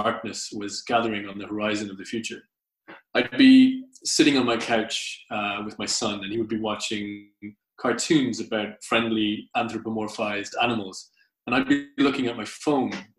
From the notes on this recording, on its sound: Recorded at the very first online 5x15 event on April 20th 2020